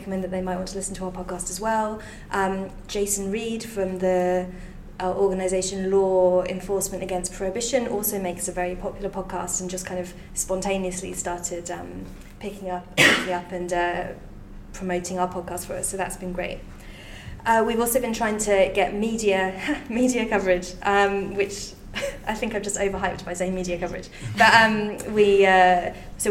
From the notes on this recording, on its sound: a recording of a presentation by the WTC team at The Institute of Psychiatry, Psychology and Neuroscience, King's College London